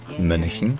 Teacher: le N, il est prononcé suffisamment longtemps pour qu'on n'ait pas besoin de dire une vraie voyelle